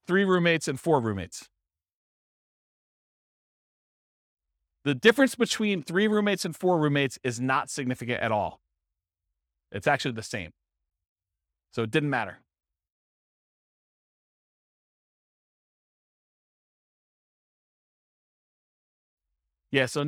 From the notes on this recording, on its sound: This was a live class recorded.